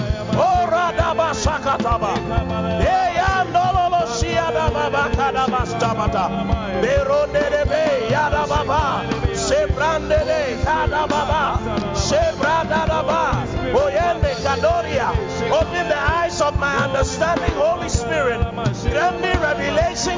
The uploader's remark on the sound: Preached at the Qodesh